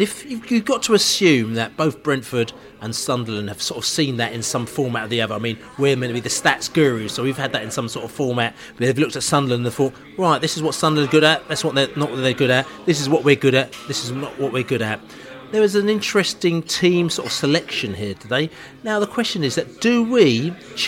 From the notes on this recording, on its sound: Preston pre-match podcast from the pub.